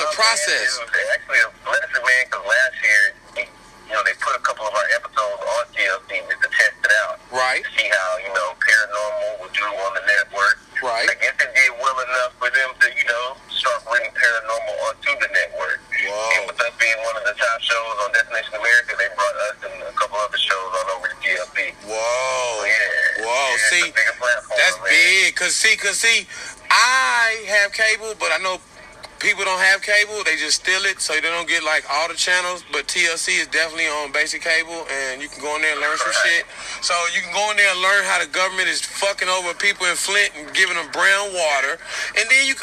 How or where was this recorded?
phone line